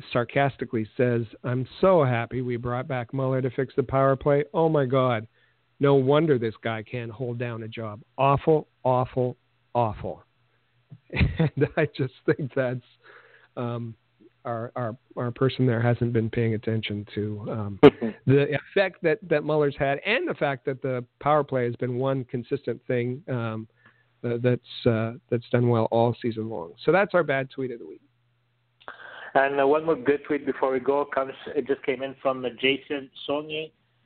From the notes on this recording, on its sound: we take your phone calls